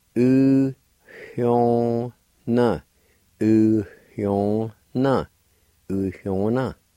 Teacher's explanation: right after U, in between the Y, there's a faint H sound like this. U-hyo-na.